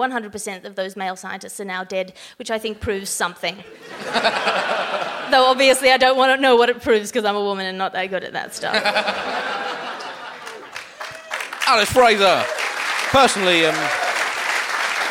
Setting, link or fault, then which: setting, live audience